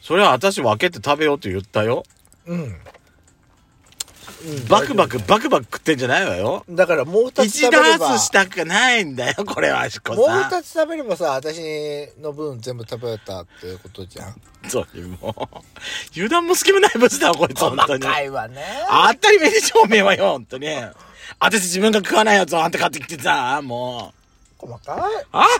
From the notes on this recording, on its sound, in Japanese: パーキング収録